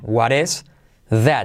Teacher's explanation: What, la T se convierte en R suave, mira la transcripción.